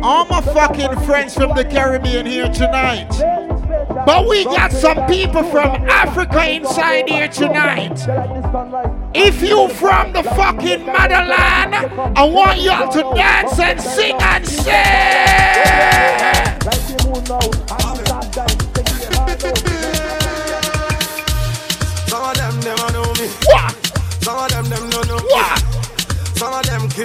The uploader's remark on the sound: LIVE AUDIO! Live audio recording of island saturdays.